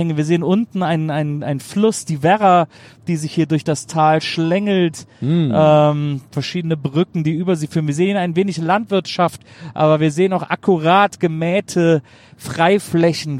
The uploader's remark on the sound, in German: Auf dem Weg zur nächsten Show haben wir dieses Mal eine Geisterbahn auf der Autobahn aufgenommen.